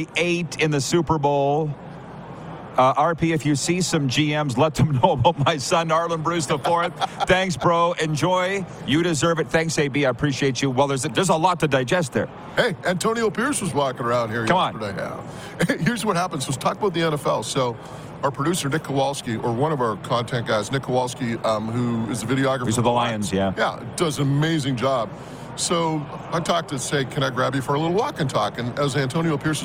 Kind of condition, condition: setting, busy venue